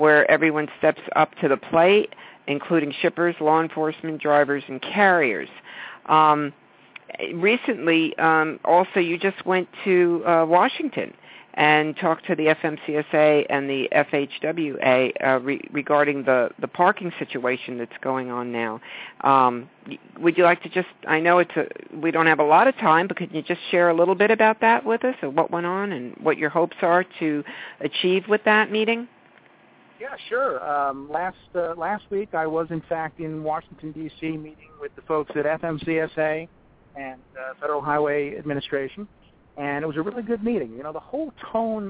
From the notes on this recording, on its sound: "LIVE" from the Great American Trucking Show. Whoever gets pulled into the show as they walk by! Takes you "inside" GATS 2014.